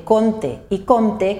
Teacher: Però aquesta regla té unes excepcions, que són el cas de conte i compte que duen o tancada